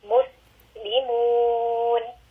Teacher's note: Sin has Saphir as well. So there is that slight escaping of sound. There is a slight whistling. Muslimun. We want to make sure that there is that slight sound.